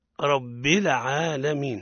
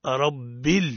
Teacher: الصواب رب من غير قلقلة · Shown in: second take · علينا أن نحقق سكون رب العالمين.